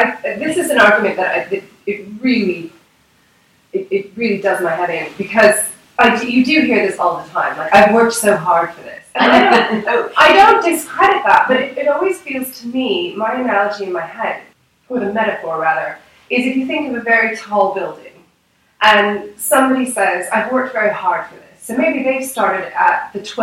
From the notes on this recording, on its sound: Thankfully, I was able to borrow a friend's microphone and made my way across the city to record this conversation. I hope you will forgive the slightly informal audio, I think what we talked about is worth turning up the volume a little bit for.